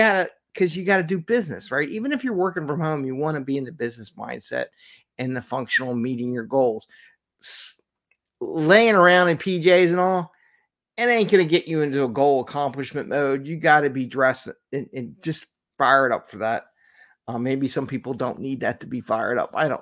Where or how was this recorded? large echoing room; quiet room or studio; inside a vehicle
quiet room or studio